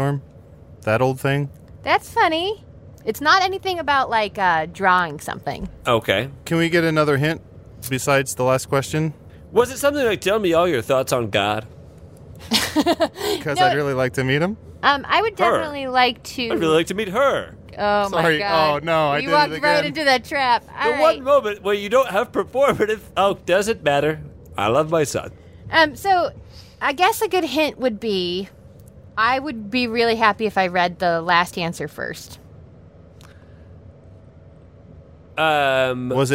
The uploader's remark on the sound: the audio from a family road trip